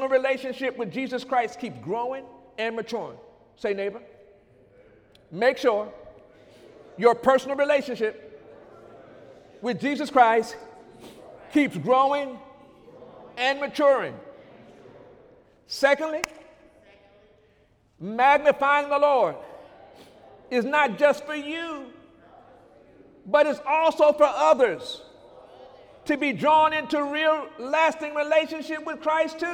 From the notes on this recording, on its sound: During Sunday morning service